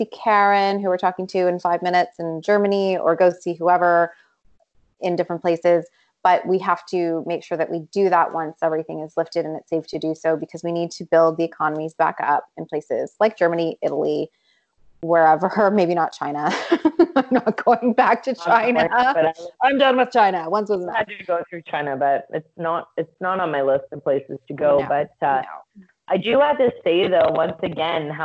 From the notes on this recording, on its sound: In our first attempt at doing a virtual podcast, our audio isn't the best...bare with us.